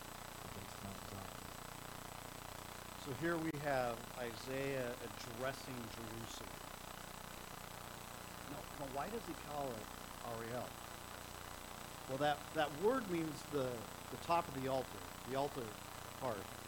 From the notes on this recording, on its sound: Sorry for the audio quality!